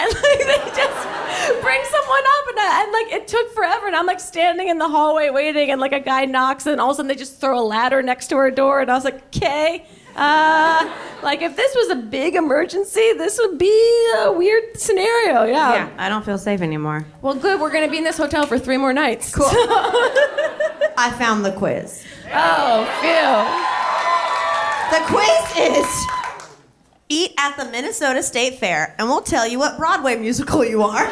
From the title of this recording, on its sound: Live in Brooklyn